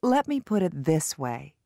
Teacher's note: Notice that in these expressions, which introduce different perspectives on an issue, the primary stress is on the determiners and the secondary stress is on the verbs · Term: Stress in expressions